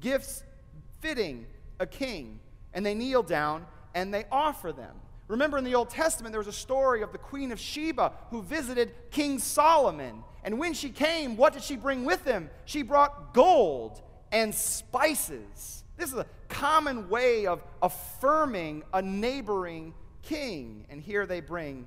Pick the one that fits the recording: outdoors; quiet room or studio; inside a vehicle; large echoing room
large echoing room